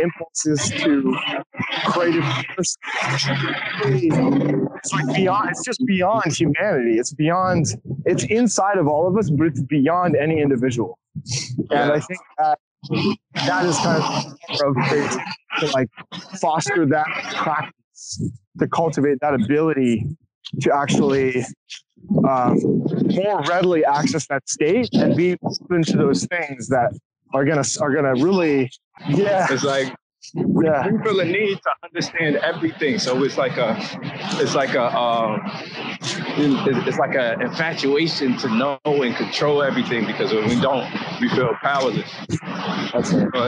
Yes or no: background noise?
yes